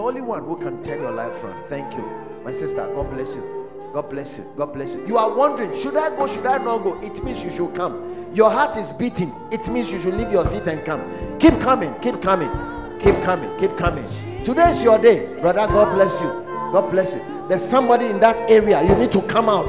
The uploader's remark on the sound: At The Fountain of Life Cathedral, The Presence Service.